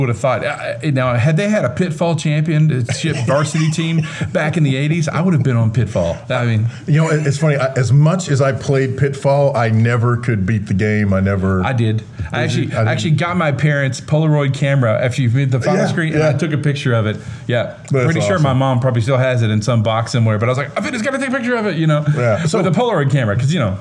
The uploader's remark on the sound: The guys talk with the Carl Sandburg eSports team at the Illinois Computing Educators Conference.